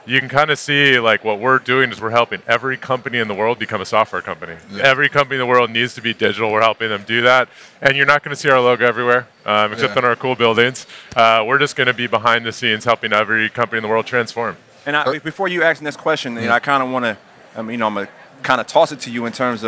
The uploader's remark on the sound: Live from San Francisco. The three of them sit down at Salesforce's massive tech conference Dreamforce.